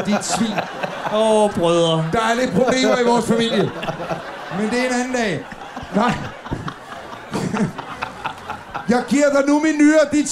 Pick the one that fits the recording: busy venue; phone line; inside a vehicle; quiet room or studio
busy venue